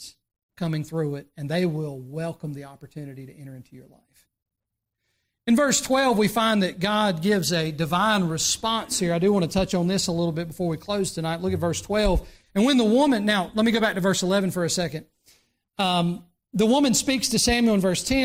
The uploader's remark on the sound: during the Sunday morning service on November 29, 2023, at Southside Baptist Church in Mount Airy, NC.